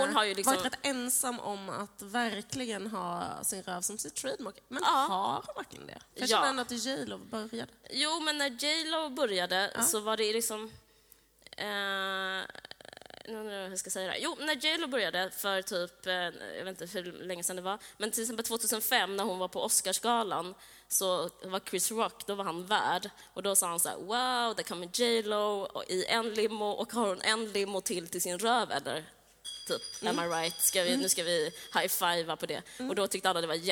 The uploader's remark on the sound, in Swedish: Live från Kulturhuset